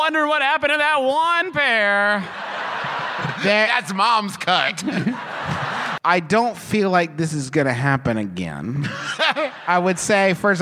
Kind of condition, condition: setting, live audience